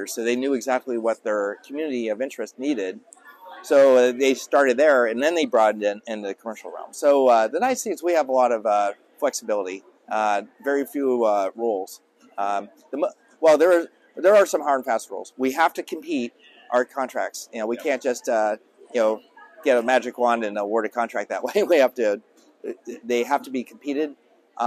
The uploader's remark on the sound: Live from RNDF22